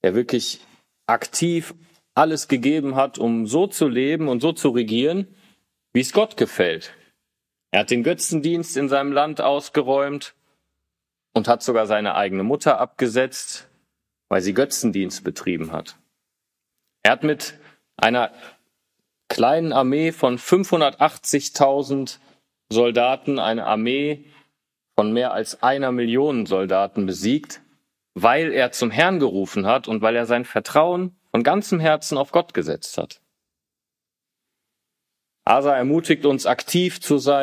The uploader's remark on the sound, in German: Diese Predigt wurde im Bibel-Center Breckerfeld gehalten.